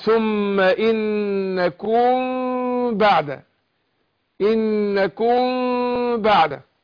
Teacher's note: هنا بخفي الميم عند الباء، اخفاء شفوي